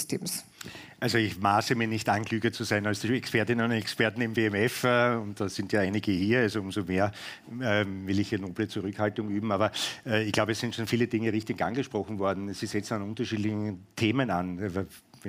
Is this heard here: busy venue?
yes